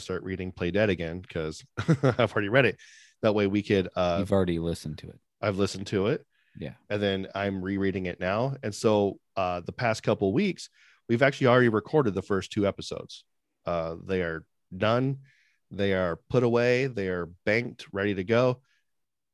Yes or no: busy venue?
no